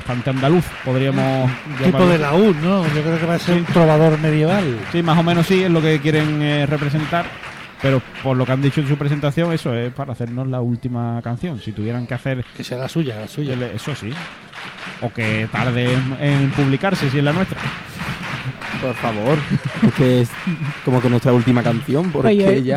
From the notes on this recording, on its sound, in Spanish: En directo desde el Gran Teatro Falla de Cádiz